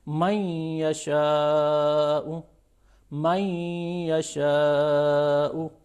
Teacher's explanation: چونکہ نون کے اندر ایک صفت ہے گننے کی، وہ باقی رہتی ہے. من یشاء او، من یشاء او، دیکھیں سامع بھی باقاعدہ، سننے والا بھی احساس کرتا ہے، محسوس کرتا ہے، پڑھنے والا بھی احساس کرتا ہے کہ یہاں پہ نون اپنا اظہار وجود کرنا چاہ رہا ہے، ولو ان کی خفیف اور ہلکا. · Term: ادغام ناقص